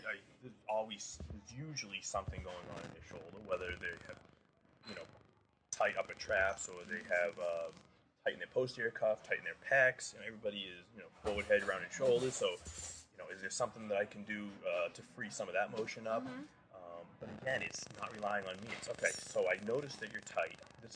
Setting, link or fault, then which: setting, busy venue